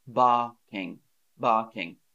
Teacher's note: in British English, we say barking. You don't say the R.